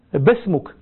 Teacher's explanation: الباء ينطقونها ميما، والميم ينطقونها باء، هذه لهجتهم. فأراد الخليفة أن يلاطف الشيخ فكلمه بلغته، فقال له: باسمك.